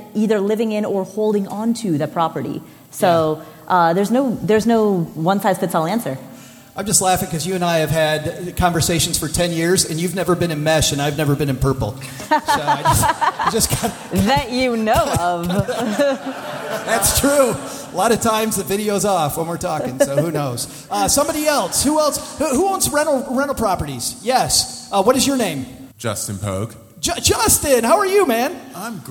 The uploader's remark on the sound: LIVE From EconoMe 2021. We are live today from the2021 EconoMe conference in Cincinnati.